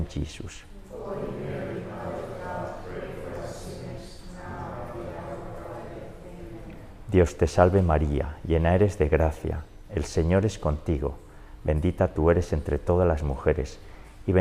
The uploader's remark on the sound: This Rosary was recorded last Friday, April 28th, during the 18-month funeral mass anniversary of Maria Blanca in Greenwich, Connecticut.